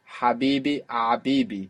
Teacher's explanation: that position where your throat is in Habibi is actually the same position, more or less, that you will make the ayn from. So you could even practice Habibi Abibi, even though that isn't the word.